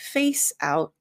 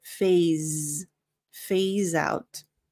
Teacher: the S sounds like a Z. So it's not face, and the PH sounds like an F. · Shown in: second take